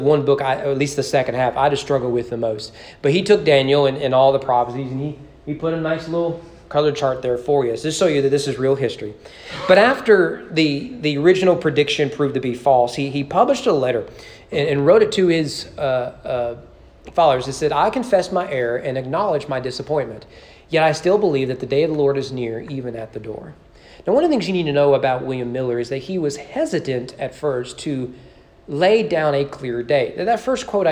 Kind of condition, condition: setting, large echoing room